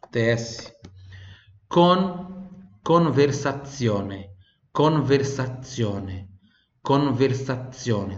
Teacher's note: Esse Z do conversazione tem som de TS igual pizza